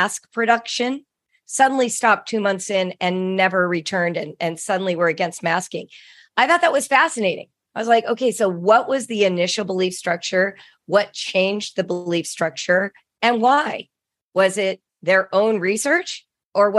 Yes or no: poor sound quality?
no